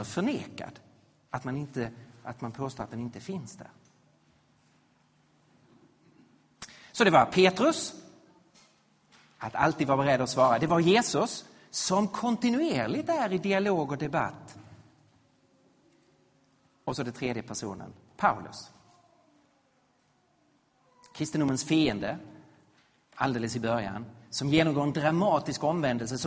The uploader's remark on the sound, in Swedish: Inspelad vid Credoakademins f&#246;rel&#228;sningsserie &quot;Till den kristna trons f&#246;rsvar&quot; i Betlehemskyrkan i Stockholm 2013-02-03.